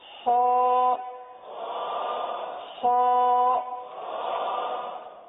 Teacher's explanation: اب ہا جو ہے یہ بھی حلق سے ادا ہوتا ہے